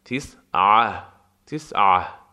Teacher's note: عین از وسط حلق. نرم و غلیظ